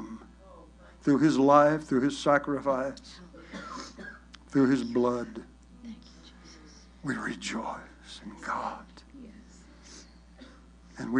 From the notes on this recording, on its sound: recorded at Household of Faith Church in Benton, Arkansas.